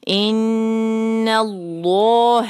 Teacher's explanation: تو ہم لام جلالہ کو یہاں پہ ہیوی کریں گے فتح کی وجہ سے